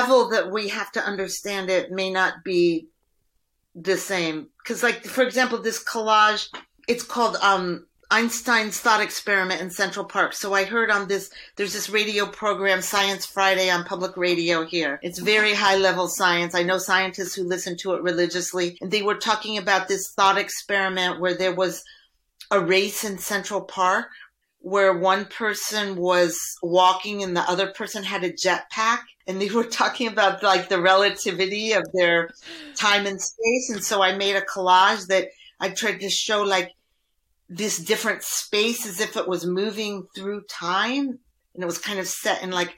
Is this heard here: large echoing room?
no